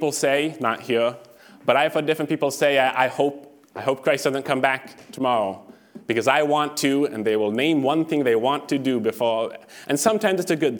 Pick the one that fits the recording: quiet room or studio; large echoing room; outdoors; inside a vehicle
large echoing room